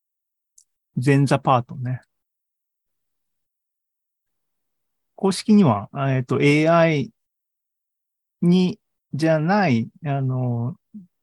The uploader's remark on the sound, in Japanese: ２０２３年３月２９日に開催した ZOOMライブの模様です